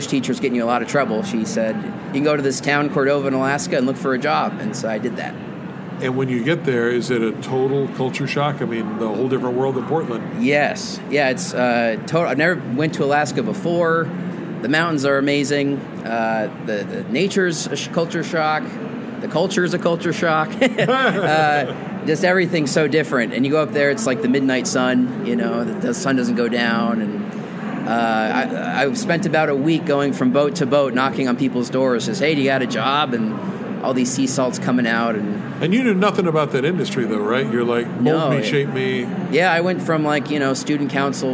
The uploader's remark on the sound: This week the show comes live from the American Library Association's annual conference in Chicago.